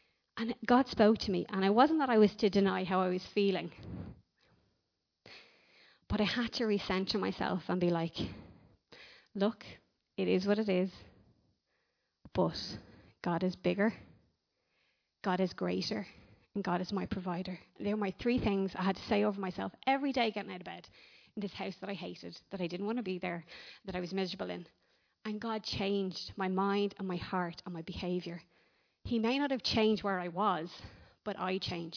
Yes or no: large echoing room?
yes